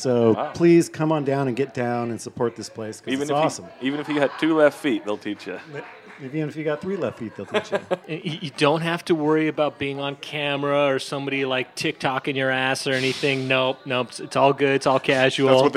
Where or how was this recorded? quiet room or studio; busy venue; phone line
busy venue